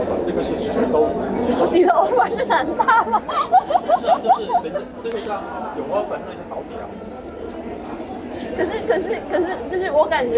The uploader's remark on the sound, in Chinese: 是朋友来学校附近找我吃饭，顺便的聊天录音。环境嘈杂，多多包涵。